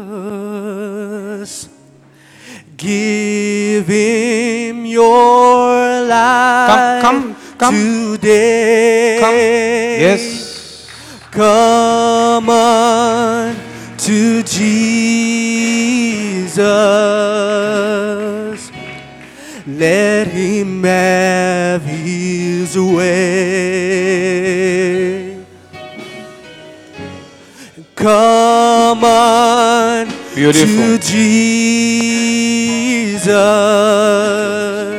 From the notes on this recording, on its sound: Preached at Zion Sanctuary, Ordination Service on the 10 September 2023